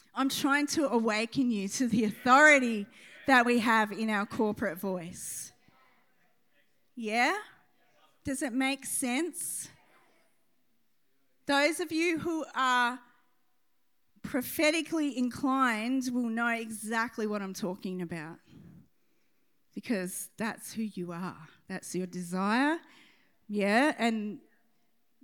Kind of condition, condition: setting, large echoing room